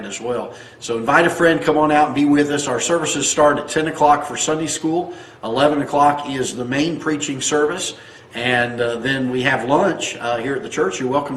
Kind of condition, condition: setting, large echoing room